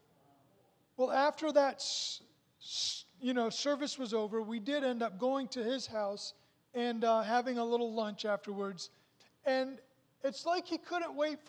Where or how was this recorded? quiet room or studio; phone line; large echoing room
large echoing room